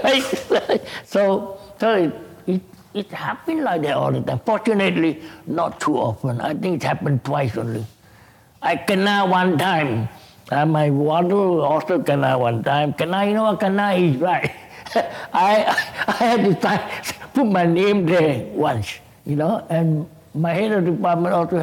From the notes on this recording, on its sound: This conversation was recorded live on April 2018 at National Gallery Singapore